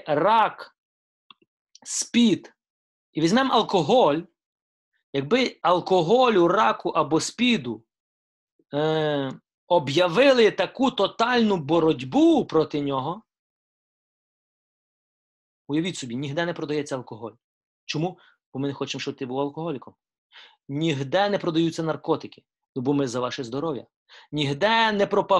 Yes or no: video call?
yes